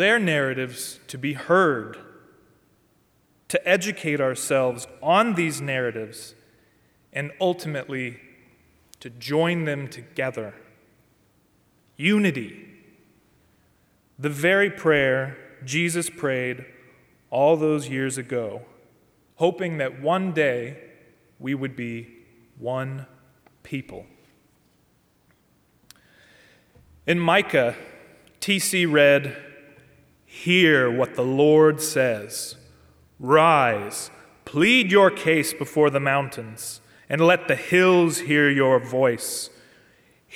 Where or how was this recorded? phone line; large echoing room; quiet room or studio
large echoing room